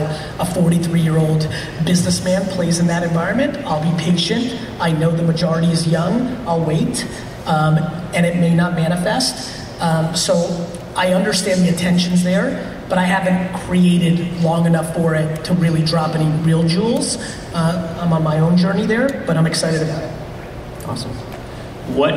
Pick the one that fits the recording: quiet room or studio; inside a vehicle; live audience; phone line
live audience